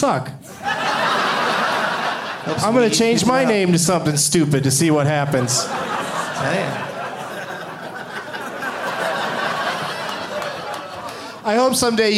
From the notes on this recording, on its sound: Live from Comedy Works in Denver